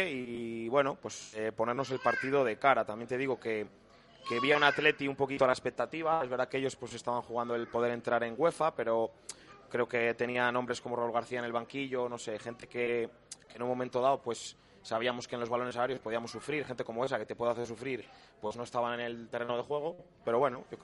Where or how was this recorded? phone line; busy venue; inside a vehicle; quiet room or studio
busy venue